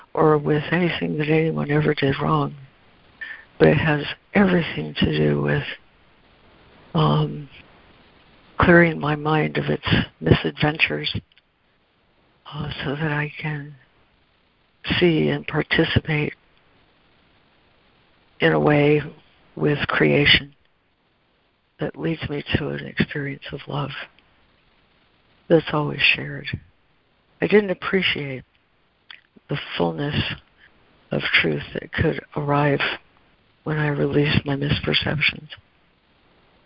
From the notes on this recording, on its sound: ACIM Daily Conference Call